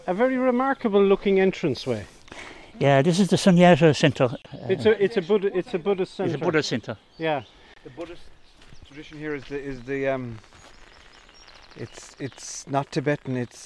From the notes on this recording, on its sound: The three intrepid walkers start in Belvoir car park. Recorded over one day at the start of April 2023 typical Irish weather was encountered with rain, wind and sunshine all making an appearance. Paid a visit on their trek to the Sunyata Buddhist centre located on the hills.